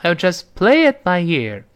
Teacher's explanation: just 读快之后，在句中那个 t 失去爆破了，因为这个 t 爆破音后面出现辅音了